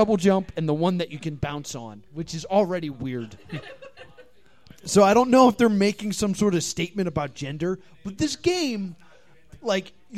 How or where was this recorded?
live audience